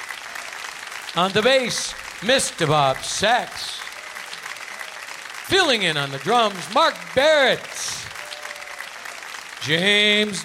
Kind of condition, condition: setting, live audience